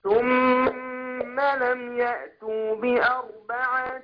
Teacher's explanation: الميم المشددة دي أقول حركتين